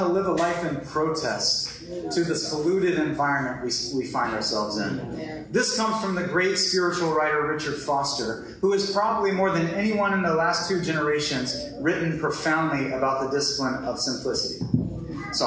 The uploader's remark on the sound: Lower quality audio was pulled from our live stream